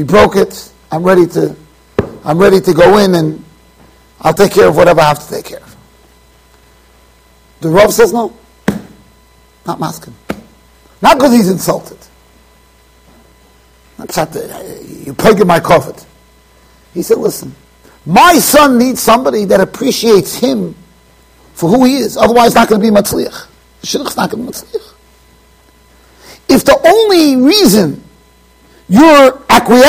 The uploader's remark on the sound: Shiur recorded in Yeshivas Ohr Reuven, Monsey NY.